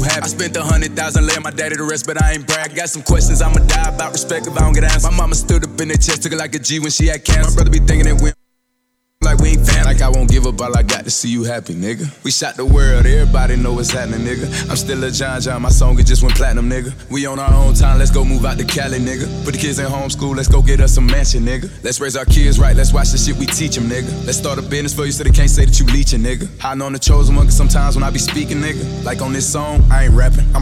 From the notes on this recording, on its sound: Monkey Bar Saturday Nights Live Audio. Monkey Bar Live Audio. Back 2 Back Mixing.